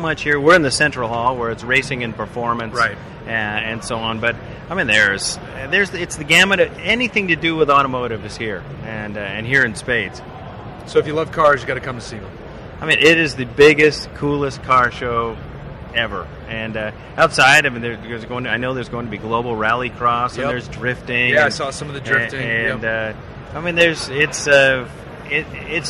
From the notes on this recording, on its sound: We're live from the SEMA show floor